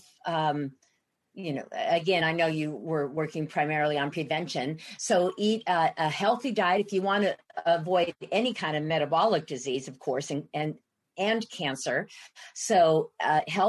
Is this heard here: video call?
yes